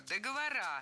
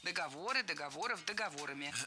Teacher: При склонении ударение в слове «договор» сохраняем на третьем слоге. · Shown in: second take